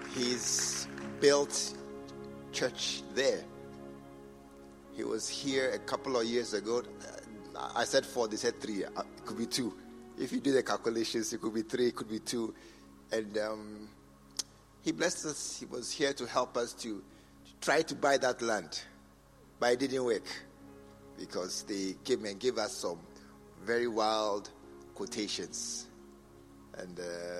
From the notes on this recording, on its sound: Preached at the True Vine Cathedral, Bantama